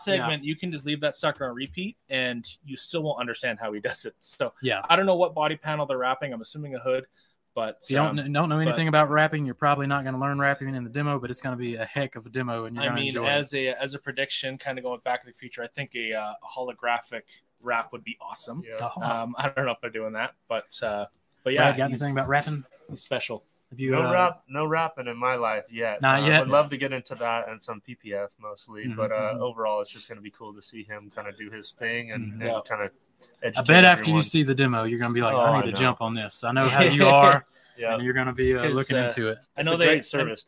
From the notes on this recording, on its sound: This is all the action you may have missed as The Cleaner Cast did the live pre/post show at TRCMA 2023!